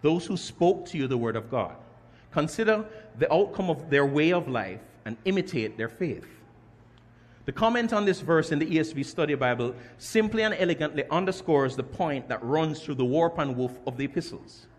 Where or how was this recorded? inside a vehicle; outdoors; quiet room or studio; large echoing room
large echoing room